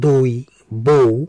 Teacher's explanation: এই শব্দ দুটিতে দ্বিতীয় স্বরধ্বনি ই এবং উ অর্ধেক উচ্চারিত, অর্থাৎ পূর্ববর্তী স্বরধ্বনির সাহায্য ছাড়া এগুলো এককভাবে উচ্চারণ করা যায় না, তাই এগুলোকে যৌগিক স্বর বলা হয়।